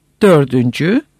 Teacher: Bu bağlanma sırasında dört kelimesinin sedasız konsonantı iki sedalı arasında sedalılaşır.